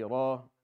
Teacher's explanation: It's just two counts without a hamza at the end of it.